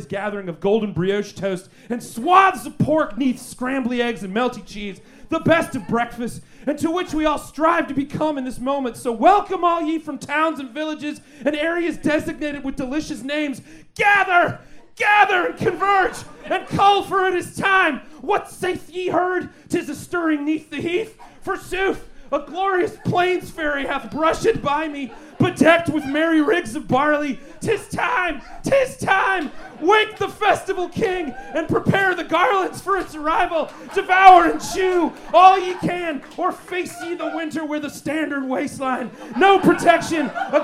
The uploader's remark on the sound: Recorded LIVE at Chicago’s Historic Green Mill Lounge on November 4th 2023